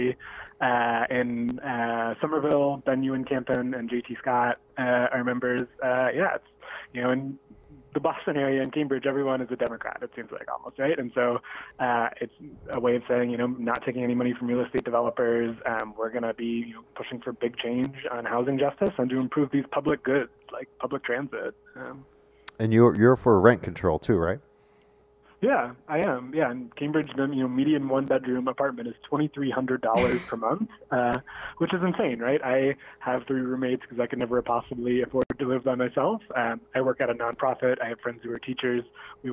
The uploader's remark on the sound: Calls from City Councilors elect